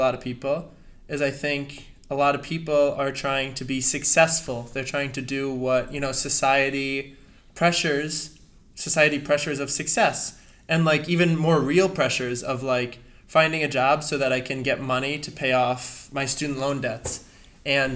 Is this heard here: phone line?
no